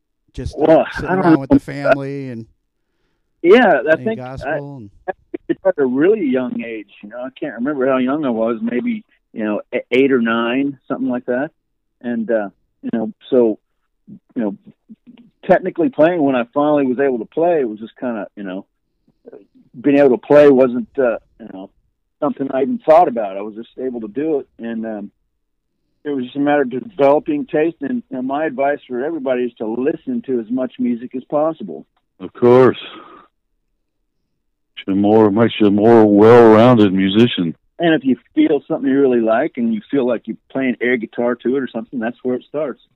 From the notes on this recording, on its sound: Over the phone from Texas.